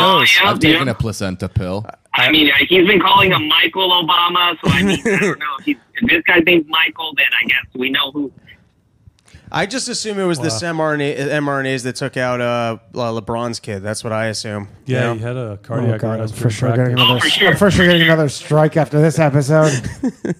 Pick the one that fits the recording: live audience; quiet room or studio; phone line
phone line